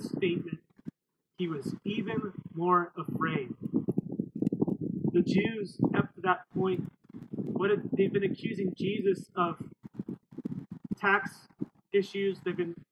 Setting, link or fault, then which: fault, wind noise